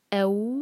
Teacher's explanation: او مدلین ہے الف کو ہیوی نہیں کرنا لائٹ رہے گا